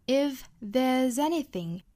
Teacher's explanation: 和后面的 anything 连读呢需要读成 zenithing,这是辅加元连读